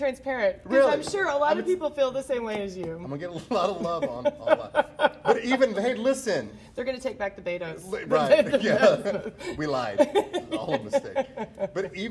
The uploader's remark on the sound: Betos Mexican Restaurant. Recorded at Betos.